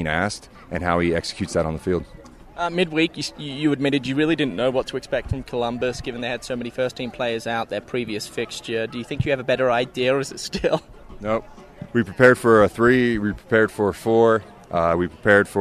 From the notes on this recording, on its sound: live from RSL practice 06/24/22